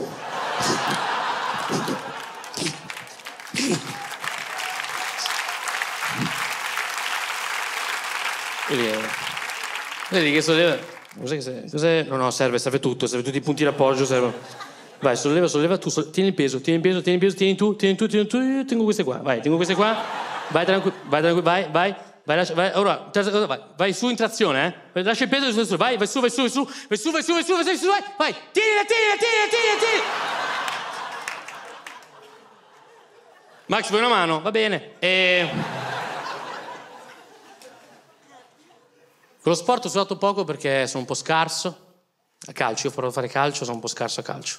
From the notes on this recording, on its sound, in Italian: Registrato al Teatro Manzoni di Milano